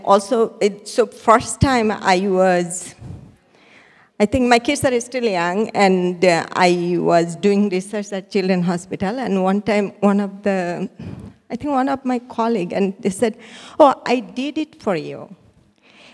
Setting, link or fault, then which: setting, live audience